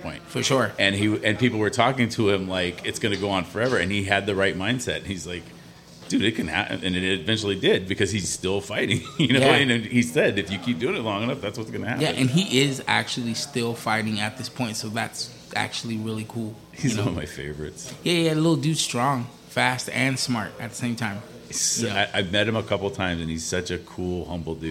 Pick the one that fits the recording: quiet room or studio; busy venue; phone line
busy venue